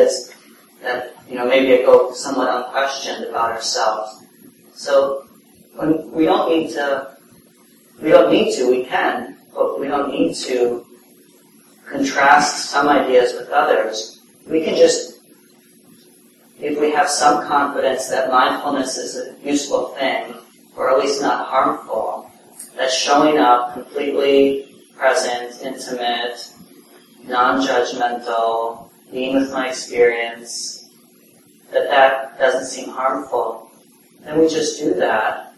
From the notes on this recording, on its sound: (Common Ground Meditation Center) Please note the audio quality is somewhat poor.